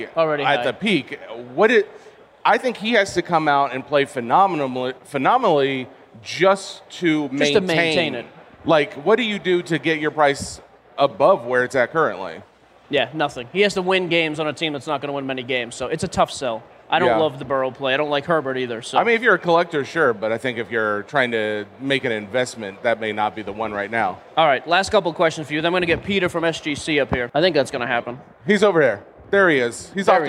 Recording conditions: busy venue